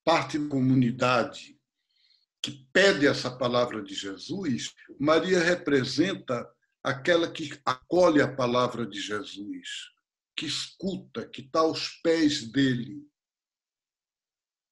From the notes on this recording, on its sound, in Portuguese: Estamos fazendo as gravações via internet e por isso, talvez aqui e ali, surja uma ou outro probleminha.